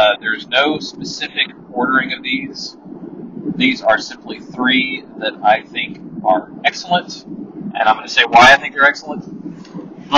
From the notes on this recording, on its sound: Apologies for the amazing sound quality from my ear buds.